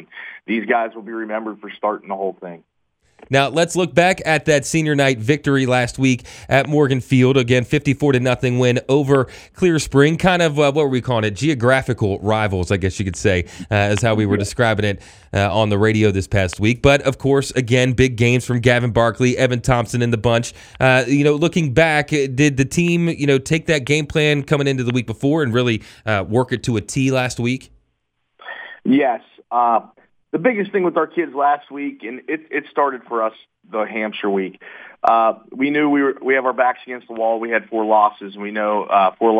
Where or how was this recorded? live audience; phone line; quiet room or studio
phone line